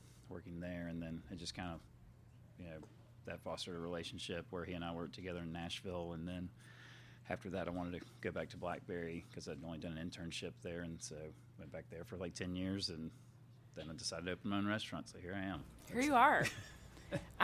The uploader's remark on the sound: HRN On Tour was recording live at the James Beard House for a special evening presented by Springer Mountain Farms. HRN On Tour was recording live at the James Beard House for a special evening presented by Springer Mountain Farms, highlighting the culinary talent of Knoxville, Tennessee.